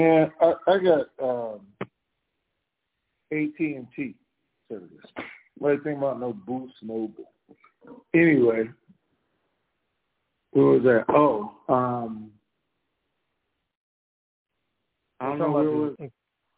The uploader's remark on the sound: TNTSuperfantastic Conference Call - Friday, October 28, 2022